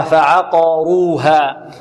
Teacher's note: العين مرققة والقاف مفخمة